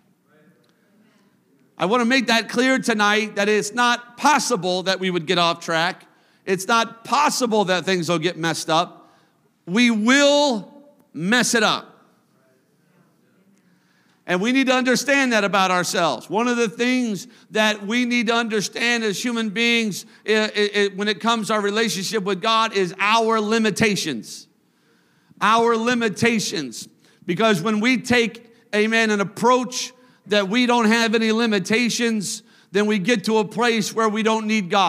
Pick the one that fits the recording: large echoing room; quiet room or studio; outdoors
large echoing room